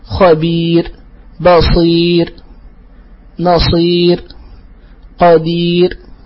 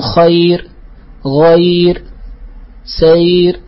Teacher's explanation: إذن كذلك الراء الساكنة المتطرفة إذا وقع قبلها ياء ترقق